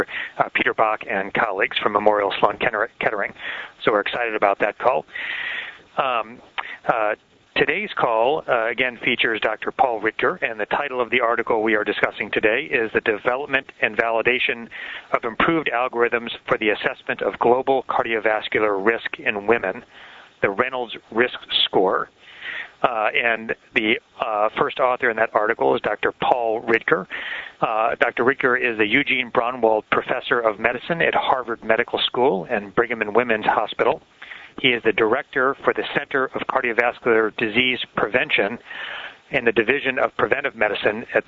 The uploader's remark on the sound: Author in the Room® Teleconference